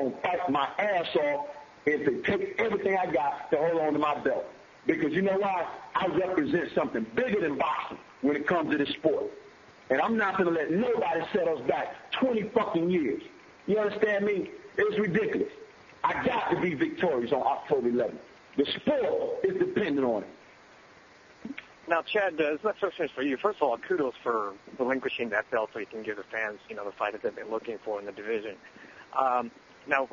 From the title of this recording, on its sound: Conference Call